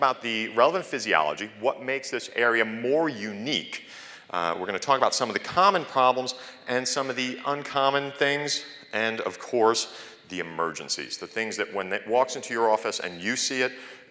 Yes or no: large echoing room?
yes